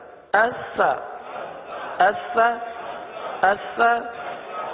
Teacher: سا بغیر سیٹی کے ادا ہوتا ہے